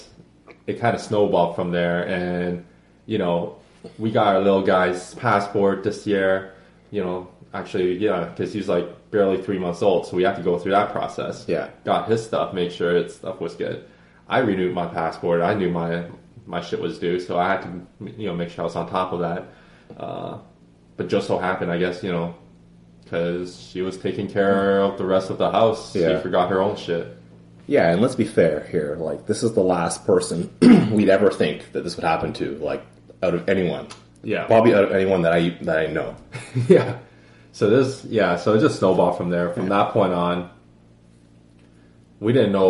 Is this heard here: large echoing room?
no